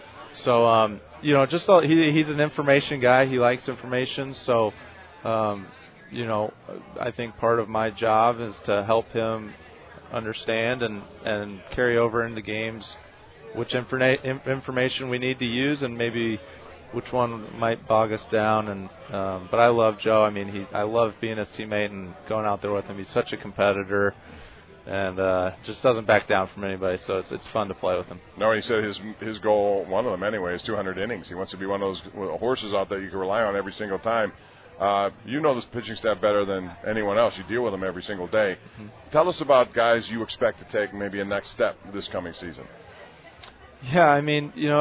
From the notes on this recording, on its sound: LIVE from PiratesFest Saturday morning at PNC Park